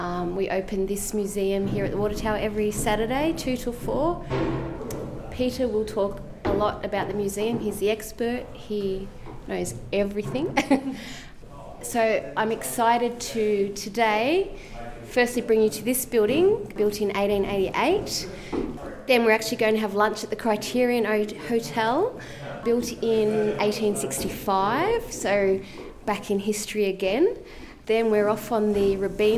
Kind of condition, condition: setting, busy venue